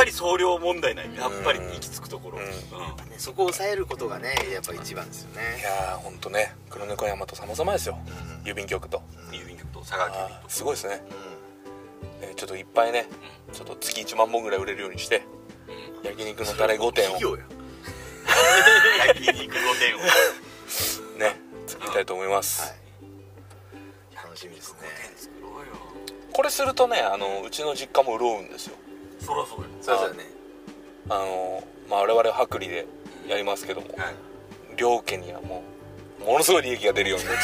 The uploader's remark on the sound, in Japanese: 福岡県岡垣町にあるジビエ料理屋べんけいに行く車の中です。金曜日の焚火会3人で収録です。